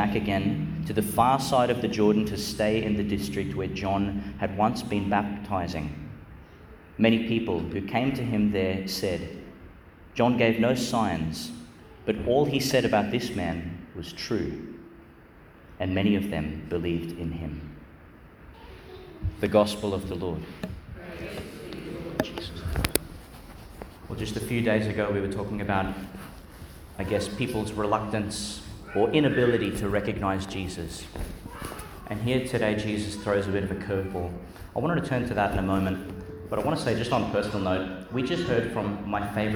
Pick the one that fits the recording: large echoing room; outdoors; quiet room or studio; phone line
large echoing room